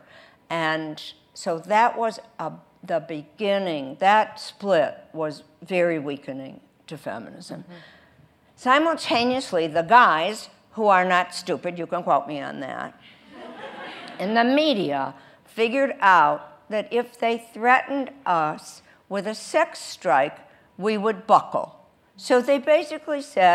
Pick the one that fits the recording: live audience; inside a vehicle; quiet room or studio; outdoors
live audience